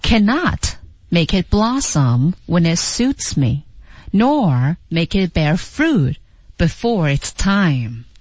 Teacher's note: 那么 cannot 重读以及 nor 是需要强调的重读